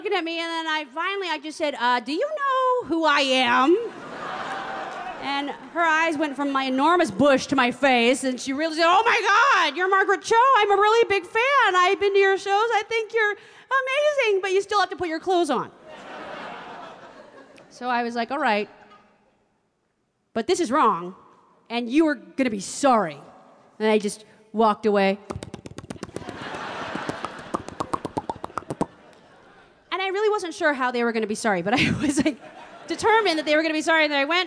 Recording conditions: live audience